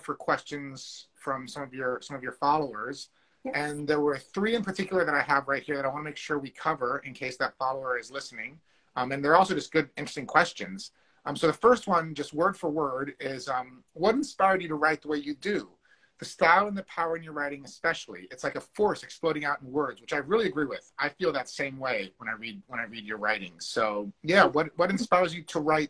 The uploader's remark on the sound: Instagram Live Interview